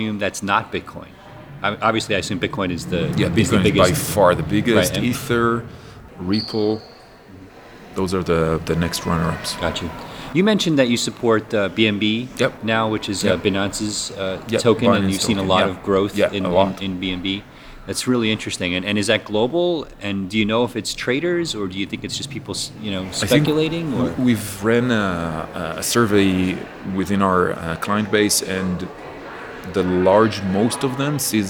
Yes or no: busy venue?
yes